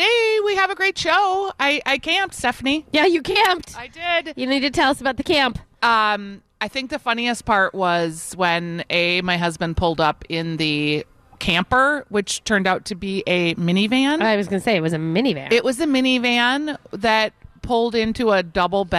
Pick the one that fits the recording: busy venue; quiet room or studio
busy venue